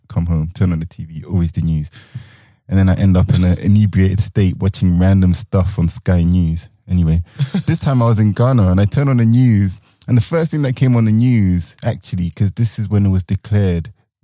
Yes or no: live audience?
no